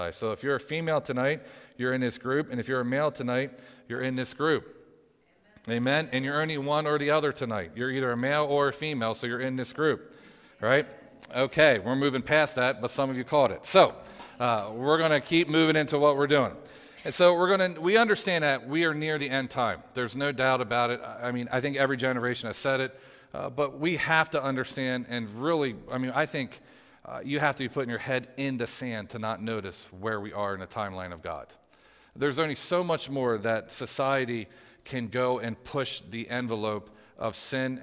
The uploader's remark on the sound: Audio from PFFM's Live Prophetic Service on March 31st, 2023!